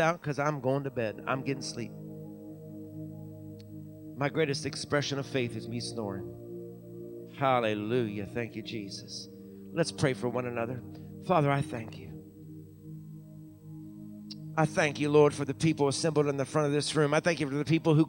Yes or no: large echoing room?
yes